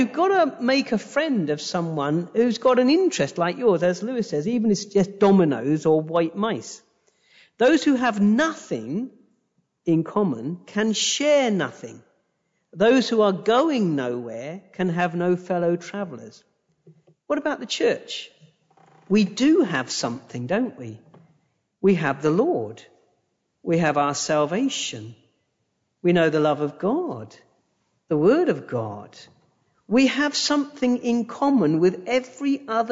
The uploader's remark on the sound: A direct recording of the sermon from our YouTube live stream.